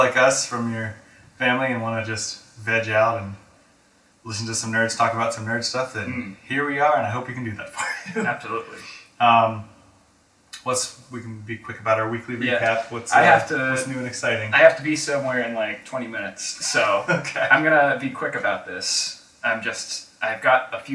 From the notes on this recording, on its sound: Our mic was having a rough week... Apologies for the audio.